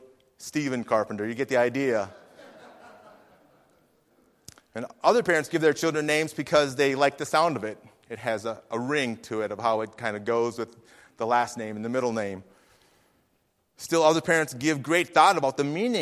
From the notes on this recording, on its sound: Faith Baptist Church in Hamilton, NJ.